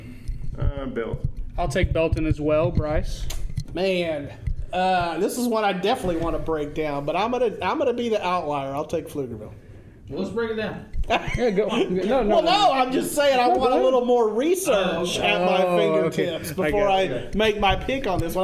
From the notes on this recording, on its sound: Live from the Texas Sports Hall of Fame (TSHOF) in Waco